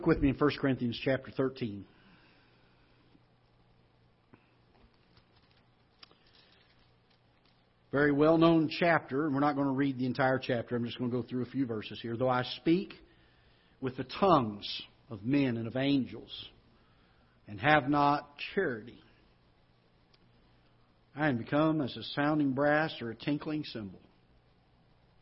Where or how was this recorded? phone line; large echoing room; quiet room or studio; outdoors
large echoing room